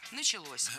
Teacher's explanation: Вот здесь уже ударным становится окончание. Началось. Дело в том, что возвратная часть «се» во многих словах как бы притягивает ударение к себе.